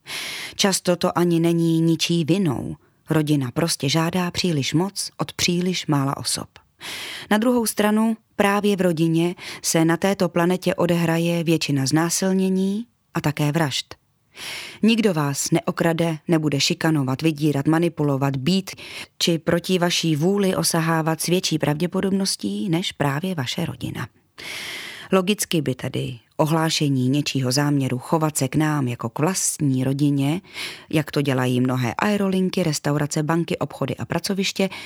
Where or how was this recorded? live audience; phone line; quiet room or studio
quiet room or studio